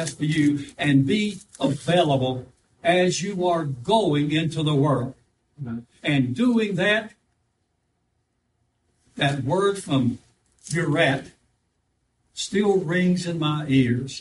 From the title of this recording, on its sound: live service